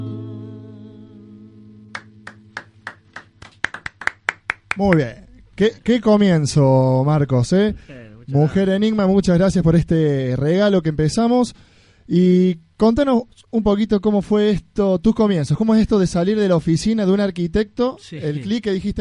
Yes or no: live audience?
yes